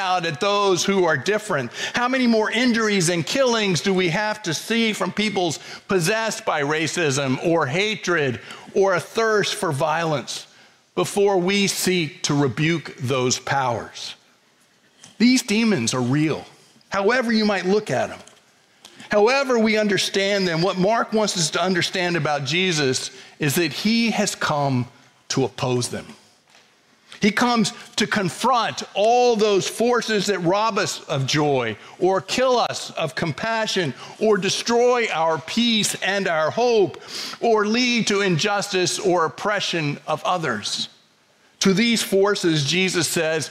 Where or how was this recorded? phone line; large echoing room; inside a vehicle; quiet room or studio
large echoing room